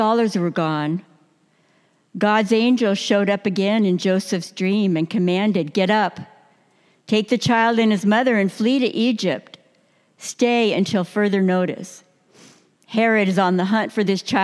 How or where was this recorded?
large echoing room